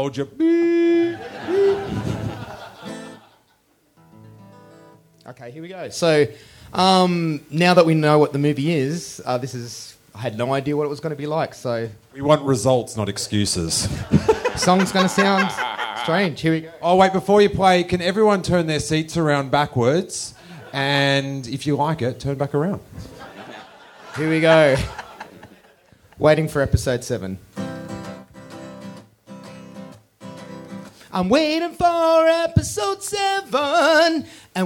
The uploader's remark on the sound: Live from Australia. Do a live podcast at Seamus O'Tooles Irish Pub in front of 250 people in Melbourne Australia!